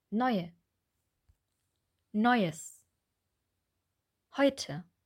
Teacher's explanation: Auch in dem Diphthong oi haben wir ein kurzes o und ein kurzes i.